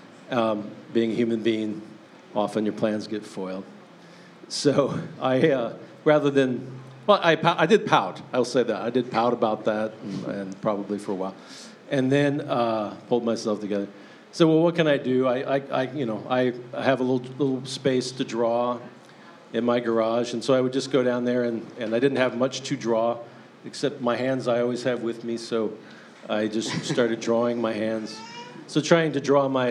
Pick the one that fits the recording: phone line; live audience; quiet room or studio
live audience